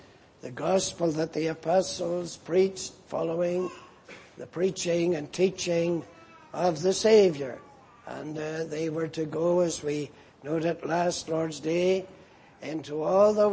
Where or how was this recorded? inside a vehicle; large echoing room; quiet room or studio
large echoing room